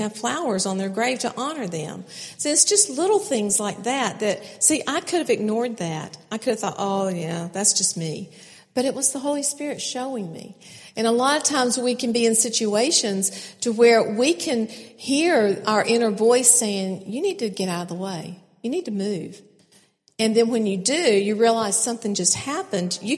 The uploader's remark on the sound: keynote speakers at the 2016 NorthGate Church Women's Conference